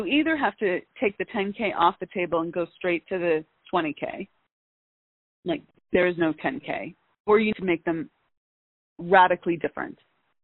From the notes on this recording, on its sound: All of these coaching calls have been recorded with permission from my clients.